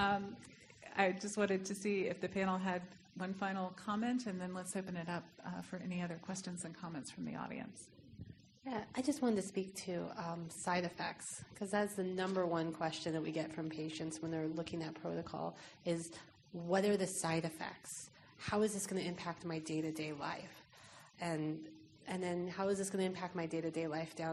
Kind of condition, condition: setting, live audience